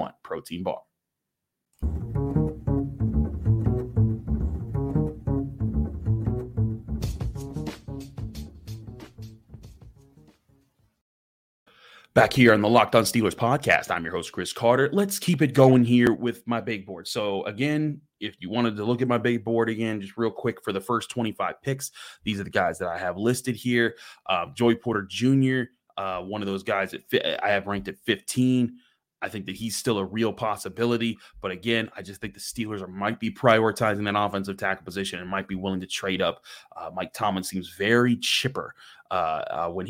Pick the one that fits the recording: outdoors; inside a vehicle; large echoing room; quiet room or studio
quiet room or studio